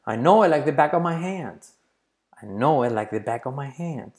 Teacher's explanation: Of, la F se omite, se dice on my hand